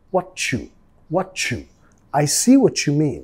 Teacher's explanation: vamos a vincular metiendo sonido ch, ch, what you, what you.